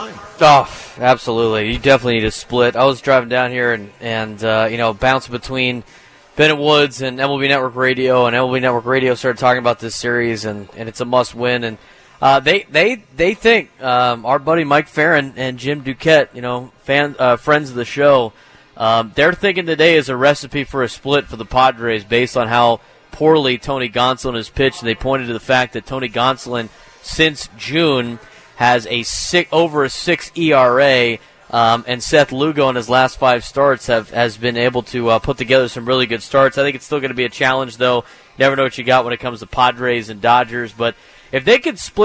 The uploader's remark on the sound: Live from The Loft at Petco Park